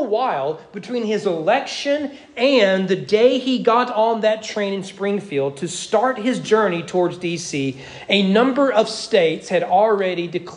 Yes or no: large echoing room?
yes